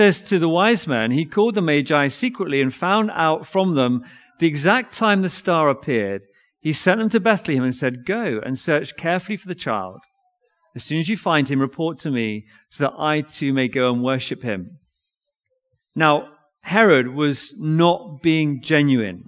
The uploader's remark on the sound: Recorded audio of reading & sermon at Nativity service Binscombe Church 17th December 2023